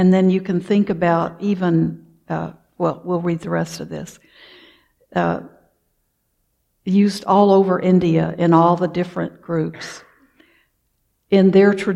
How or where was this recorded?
large echoing room